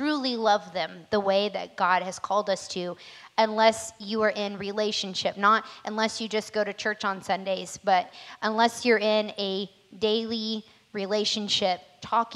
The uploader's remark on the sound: was recorded on Sunday, November 7th, 2021, during service at The Anchor Church in Rockport, Maine.